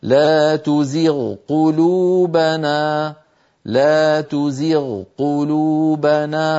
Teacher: فنبين صوت الغين ثم ننتقل إلى حرف القاف · التقى الغين وهي من أدنى الحلق مع القاف وهي من أقصى اللسان، لأن منطقة أدنى الحلق مجاورة لأقصى اللسان. · Term: إظهارها